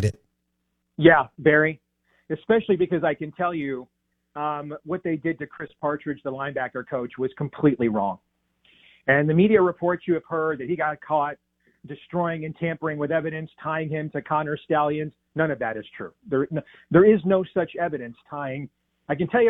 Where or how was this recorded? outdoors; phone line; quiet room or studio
phone line